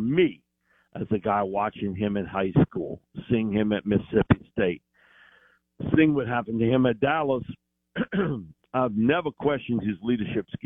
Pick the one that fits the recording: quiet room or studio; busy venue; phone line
phone line